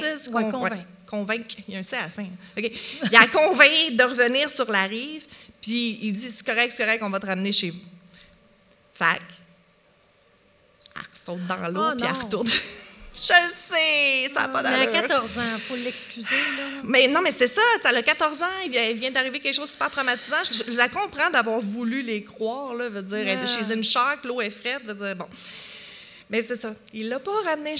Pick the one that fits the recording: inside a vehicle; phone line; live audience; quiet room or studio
live audience